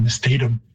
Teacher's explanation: many words are stressed on the second last syllable, so you get mistatum · Term: stress shift